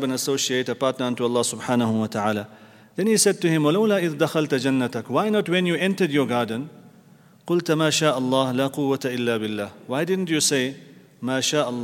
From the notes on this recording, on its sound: at the Houghton Masjid (West Street)